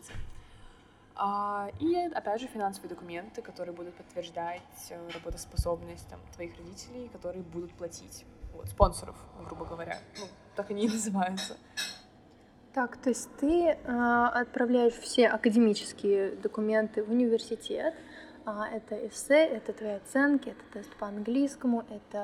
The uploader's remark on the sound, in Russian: В этом выпуске не очень хороший звук